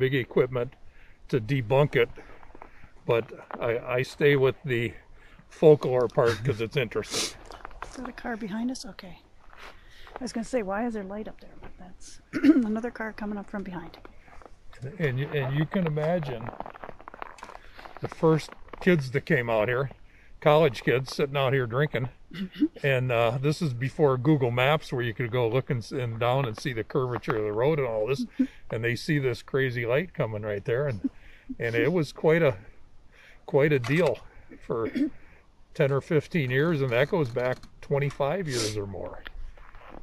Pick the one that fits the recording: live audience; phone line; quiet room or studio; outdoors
outdoors